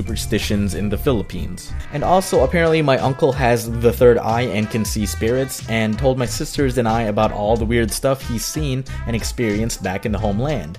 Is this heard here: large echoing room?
no